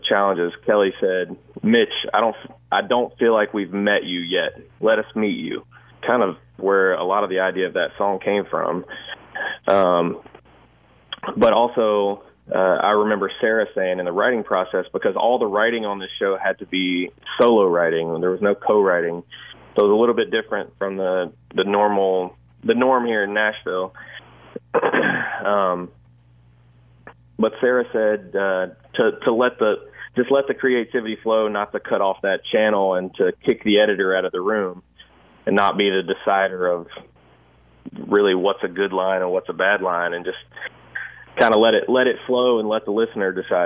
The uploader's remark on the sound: A listener called.